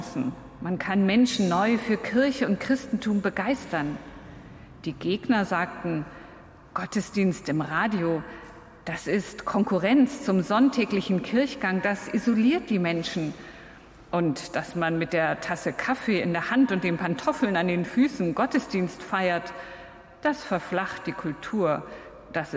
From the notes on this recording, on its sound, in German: Live-Gottesdienstübertragung aus der Christuskirche in Landshut